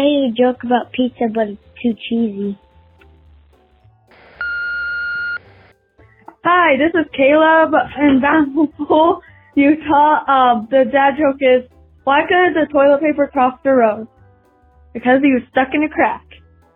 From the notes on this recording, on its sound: I have compiled jokes recorded by our listeners through my voicemail service over the past 2 weeks.